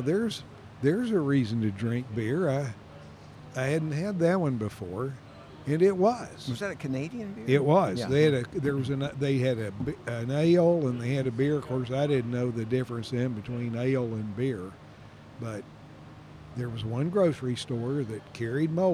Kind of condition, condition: setting, busy venue